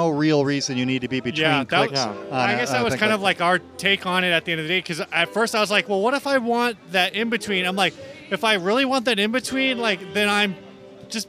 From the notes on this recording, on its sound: We did our best recording all day outdoors